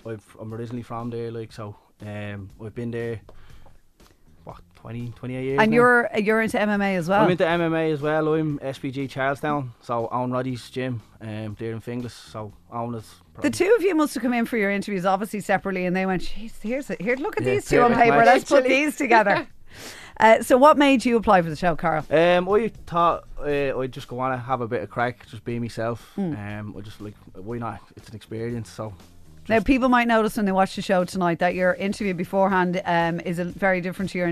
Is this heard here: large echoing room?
no